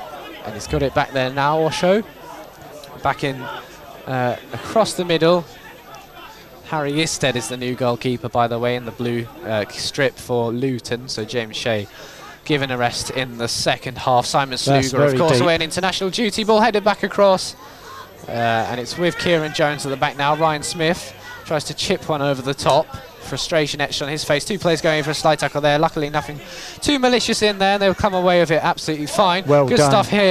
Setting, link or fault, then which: setting, busy venue